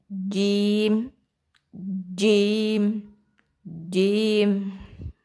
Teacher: huruf jim itu tidak tidak berdesis karena dia tidak hamas